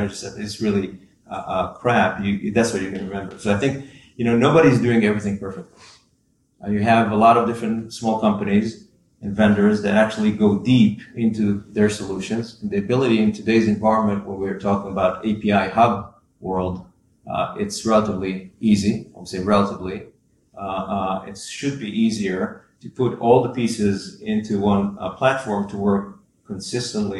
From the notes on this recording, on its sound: Live from Insurtech Insights Europe. Day 2 of Insurtech Insights was a particular highlight as we hosted our first live podcast episode on stage. Going from seeing our audience as the weekly download figures to a room full of people feels like a true milestone.